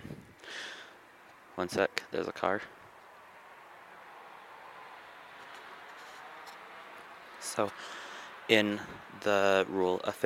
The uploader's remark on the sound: takes us for a walk on Brighton beach